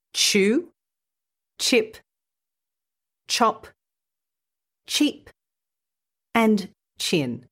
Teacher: When you add the t sound to the start of the sh sound, you get ch in chew, chip, chop, cheap and chin.